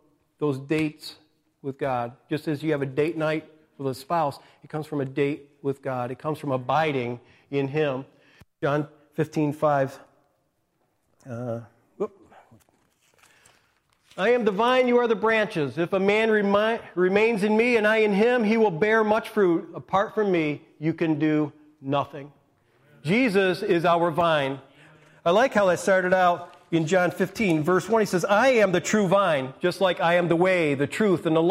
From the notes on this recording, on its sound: Recorded live at the Alabama Full Gospel Fellowship church. Alabama Full Gospel Fellowship, 5329 Gravel Rd., Medina, New York 14103.